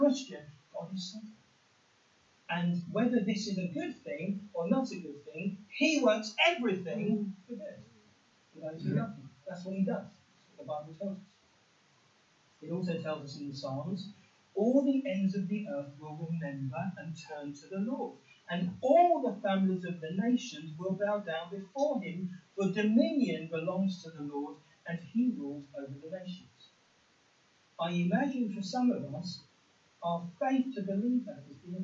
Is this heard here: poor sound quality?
yes